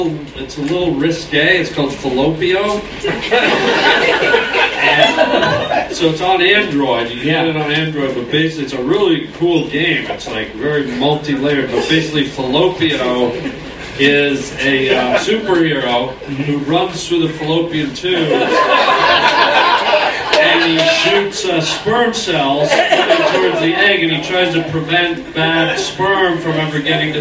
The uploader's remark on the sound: Recorded Friday July 31st, 2015 At The Comedy Store. All Things Comedy Live Podcast. At The Comedy Store Los Angeles, CA.